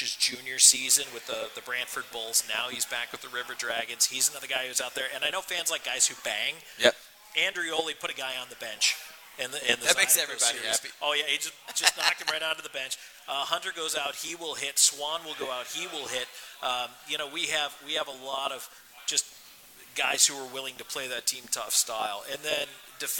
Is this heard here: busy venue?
yes